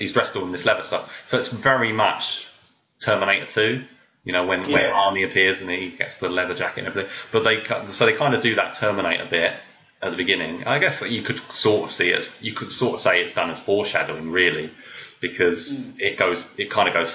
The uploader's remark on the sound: Apologies for the audio quality this episode - this is the LAST time we are using skype to record.